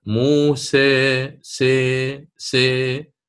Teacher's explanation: الآن عندما أريد أن آتي بالتقليل وهي الإمالة الصغرى، ماذا سأفعل؟ سيصعد وسط اللسان إلى فوق بعض الشيء، وهو يكون ارتفاعا قليلا